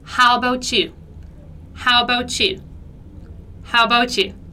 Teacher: É interessante reparar aqui na maneira como se pronuncia esse how about you, linkando todas as palavrinhas umas nas outras, como se fosse uma coisa só